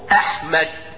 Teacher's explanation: الهمزة منين؟ من اقصى الحلق